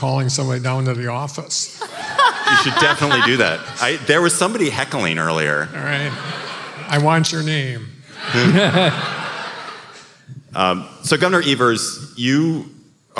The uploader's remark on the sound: Live from Madison!